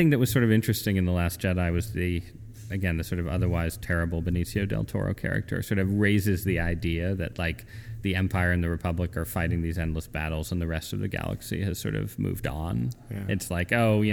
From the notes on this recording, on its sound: We hope you enjoy and aren't distracted by the ambient noise of the conference.